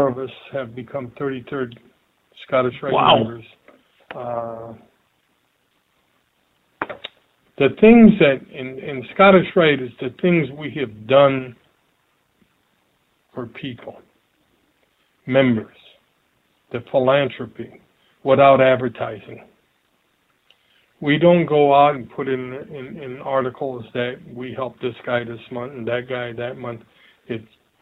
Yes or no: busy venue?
no